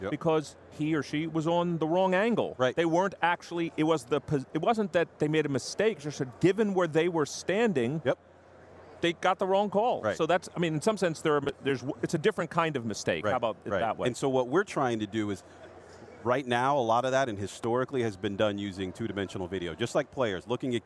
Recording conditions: busy venue